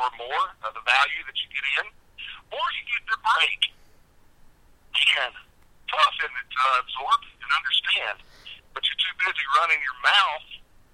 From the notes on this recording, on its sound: He asked to call me on the phone. I said sure, but we would have to record it.